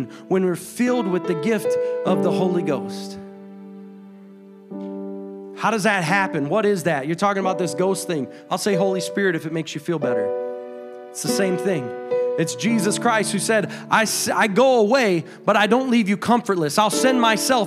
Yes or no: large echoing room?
yes